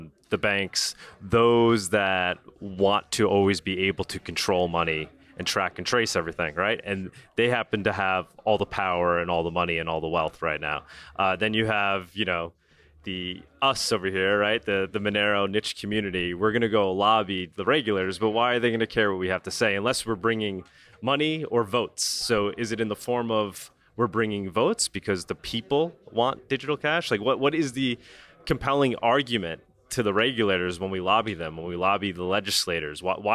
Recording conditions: busy venue